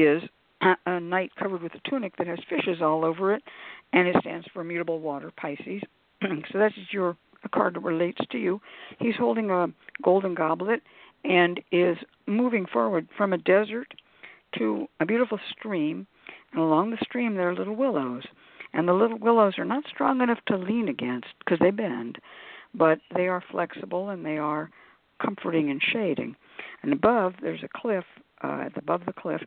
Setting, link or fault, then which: link, phone line